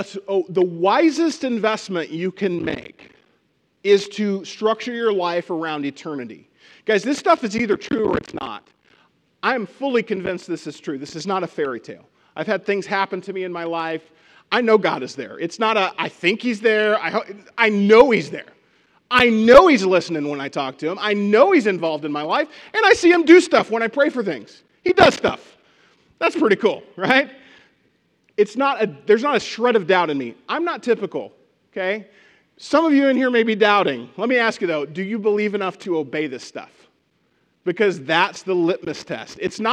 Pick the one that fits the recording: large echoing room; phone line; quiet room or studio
large echoing room